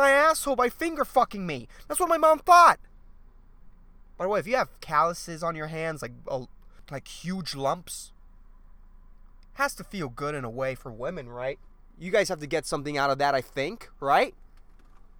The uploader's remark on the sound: I did this episode in my car